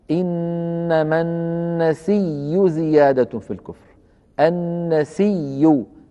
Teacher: النسيء أبدل هذه الهمزة ياء مضمومة وقبلها ياء ساكنة، فأدغم الياء الساكنة في الياء المتحركة بعدها، فصار النطق بياء مشددة مضمومة